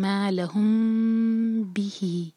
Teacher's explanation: بھی میں ہی دو حرکہ ہے، چھوٹی سی یا بنی ہے دو حرکہ کھینچنے کے لیے، کسرہ کے بعد یہ آتی ہے تو دو حرکہ کھینچتے ہیں